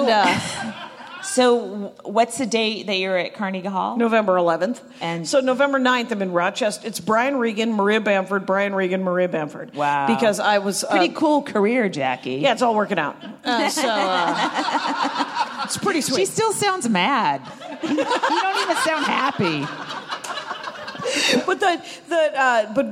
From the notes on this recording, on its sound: live from LA Podfest!